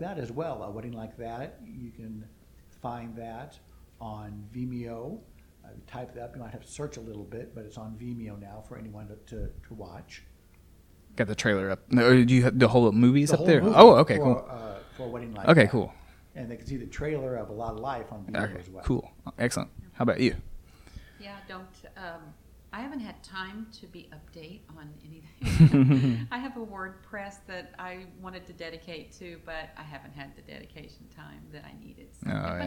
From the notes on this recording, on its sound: Unfortunately we had a bit of trouble with audio levels in this one. Certain parts are a bit lower than others.